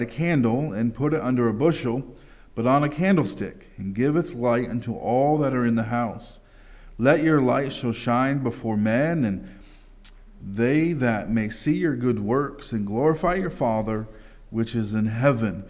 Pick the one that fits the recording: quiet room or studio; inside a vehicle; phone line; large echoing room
large echoing room